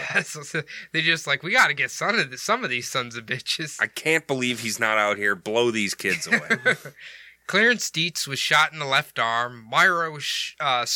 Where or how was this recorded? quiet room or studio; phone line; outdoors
quiet room or studio